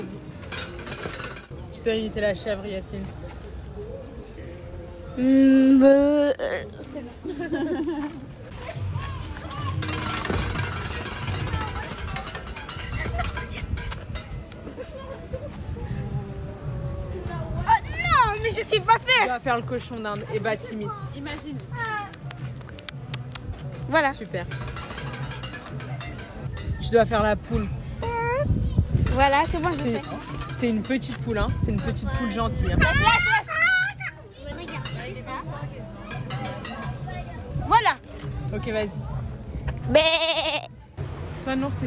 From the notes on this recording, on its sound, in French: Dans cette promenade audio à travers quatre lieux parisiens. Pour commencer, cap sur le 19ème arrondissement de Paris : non loin des chemins de fer, on fait la rencontre de lapins, chèvres et cochons d'Inde. Nous visitons Paris est une série audio réalisée lors d'un cycle d'ateliers d'initiation à la radio animé par Radio Campus Paris et en partenariat avec l'association les Enfants de la Goutte d'Or.